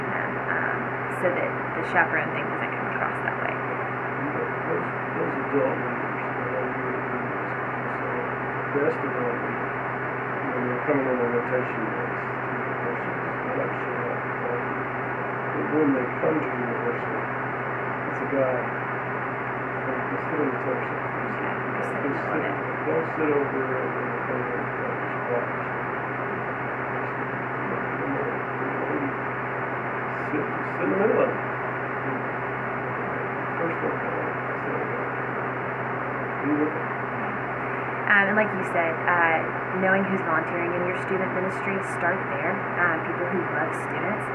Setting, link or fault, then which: fault, poor sound quality